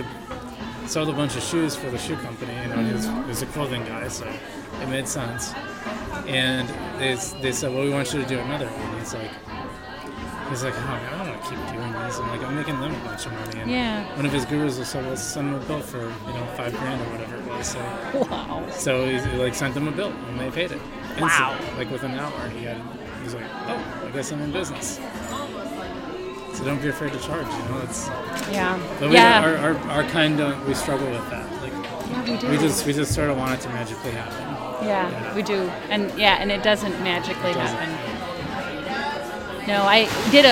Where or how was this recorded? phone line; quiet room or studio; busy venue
busy venue